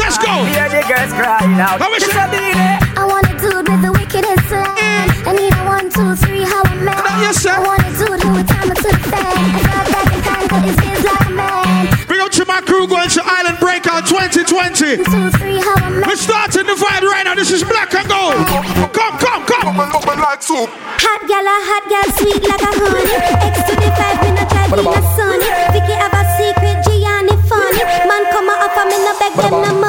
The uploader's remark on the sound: Live audio from me in the clubs